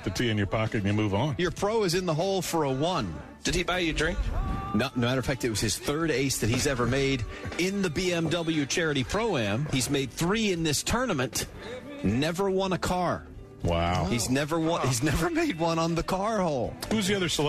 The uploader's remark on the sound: live from Pinetree Country Club.